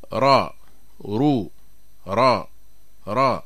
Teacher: وهنا تجدر الإشارة إلى يعني أن هنالك فرق بين الراء المفخمة والراء المرققة. فالراء المفخمة أيها الإخوة يصاحبها تقعر لوسط اللسان، ويتراجع لسان المزمار في أقصى الحلق فيقع تضييق في الحلق، فنقول يعني را رو را را، الراء مفخمة.